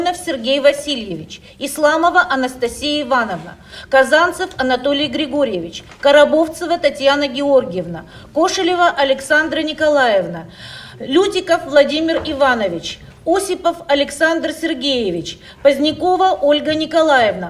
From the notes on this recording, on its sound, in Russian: Аудиозапись работы XXII съезда ВОС. Запись прямого эфира.